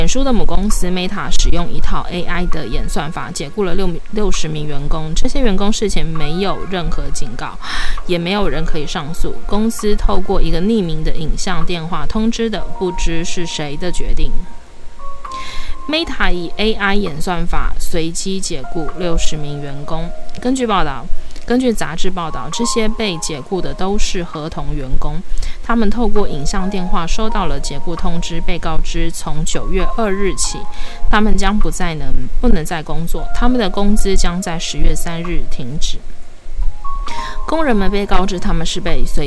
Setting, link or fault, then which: fault, background noise